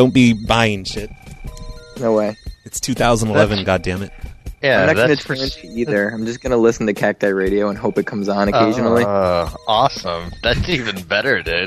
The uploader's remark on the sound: Prank Phone Calls Collection